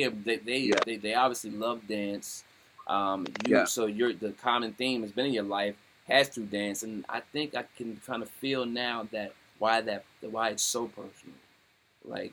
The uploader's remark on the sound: Audio not 100% Clean Due to WIFI issues